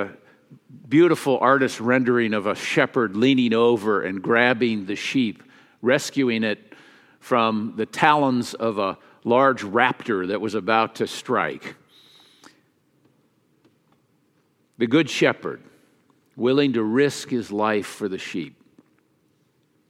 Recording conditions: large echoing room